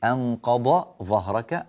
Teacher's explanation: أنقض ظهرك الضاد مستقلة بصوتها عن صوت الظاء